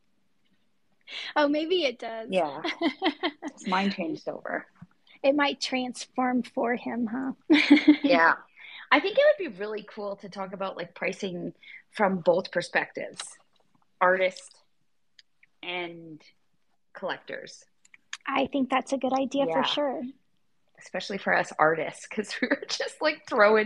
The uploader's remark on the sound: This episode is the recording of a Twitter space held on the MetaJungle Twitter on February 18, 2022.